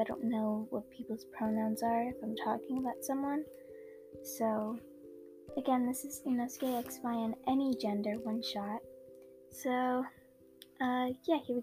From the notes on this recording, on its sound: Im very sorry about the quality in this episode my mic broke so I was using my old Mic and that one is old and bad